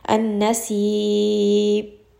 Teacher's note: The hamza is very, very soft. So I'm going to give it a little bit of nabr.